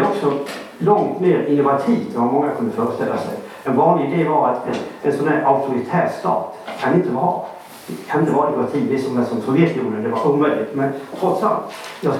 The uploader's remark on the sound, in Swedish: Vi ber om ursäkt för sämre ljudkvalitet då rätt teknik inte fanns tillgänglig.